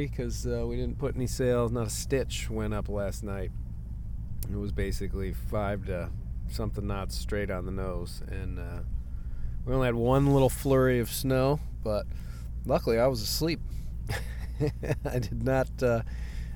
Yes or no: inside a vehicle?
yes